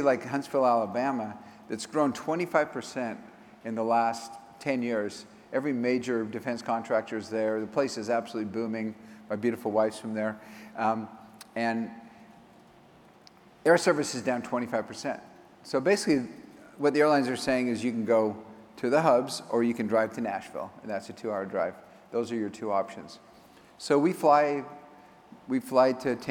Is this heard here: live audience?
yes